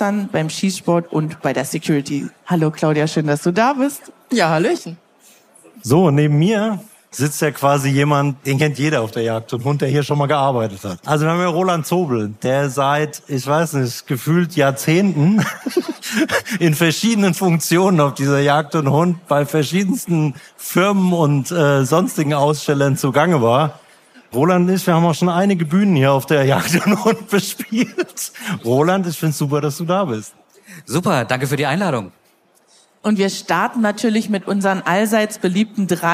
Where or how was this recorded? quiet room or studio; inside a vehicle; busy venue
busy venue